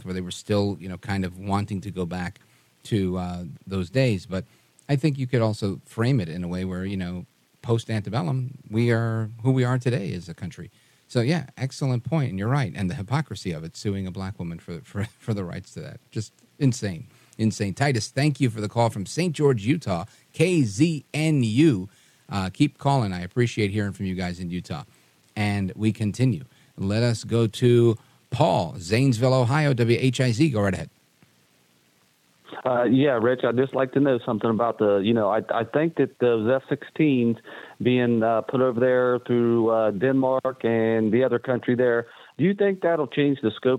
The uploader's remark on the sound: We take your calls in open phones across America.